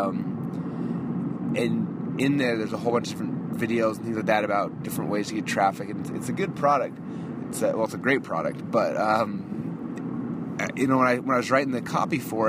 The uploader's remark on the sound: I am actually driving home from the airport right now.